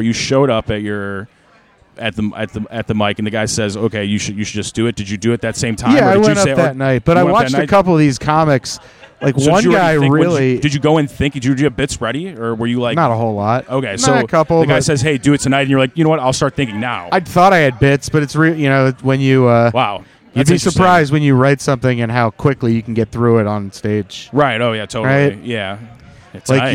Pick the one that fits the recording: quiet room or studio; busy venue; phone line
busy venue